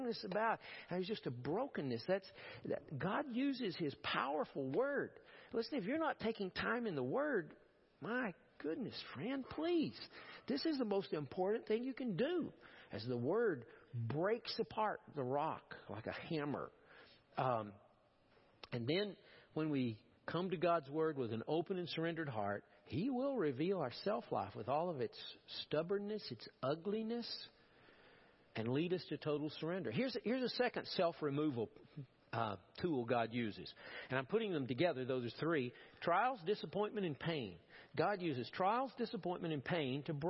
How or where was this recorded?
large echoing room